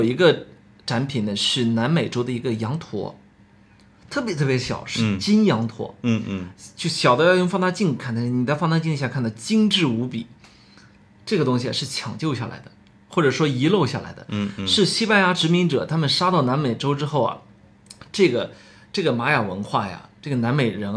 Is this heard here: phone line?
no